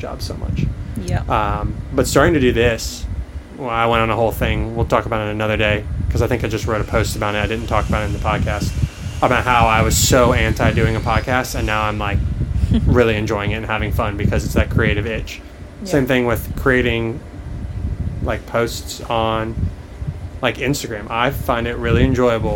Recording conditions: wind noise